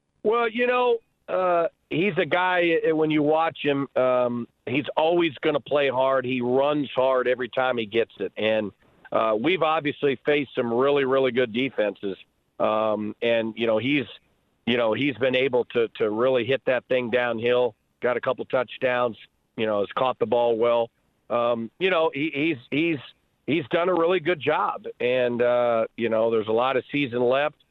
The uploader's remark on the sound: We had a chat on the phone